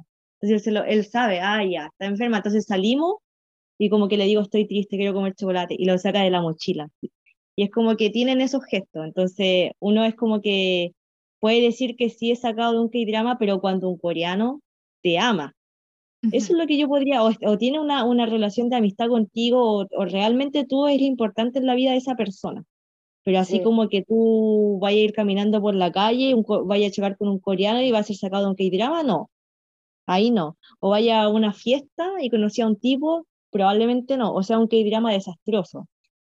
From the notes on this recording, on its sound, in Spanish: Lamentamos el audio pero tuvimos que grabar con Zoom en vez de lo que usualmente usamos!